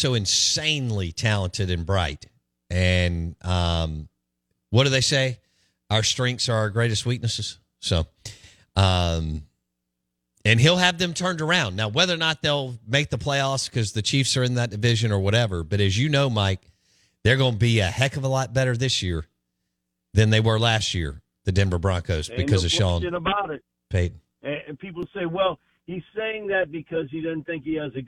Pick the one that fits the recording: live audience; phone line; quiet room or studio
phone line